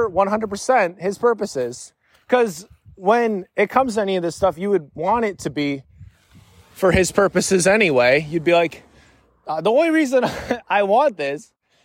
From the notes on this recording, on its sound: I panicked and immediately went on a walk to record this episode to sort of make it better.